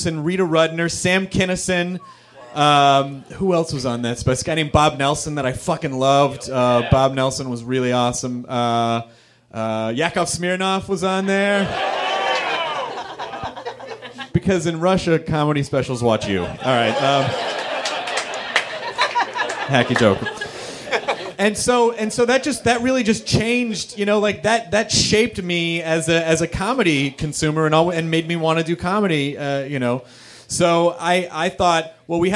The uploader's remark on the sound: Recorded at Meltdown Comics in LA on December 15, 2010 in front of a live nerd audience.